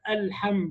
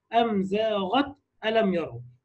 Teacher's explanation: وسمي أيضا إظهار شفوي لخروج الميم الساكنة من الشفتين